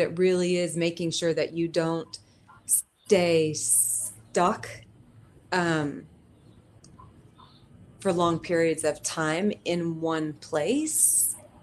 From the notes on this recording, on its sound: Recording of the live webinar. During lockdown in the UK and across the world.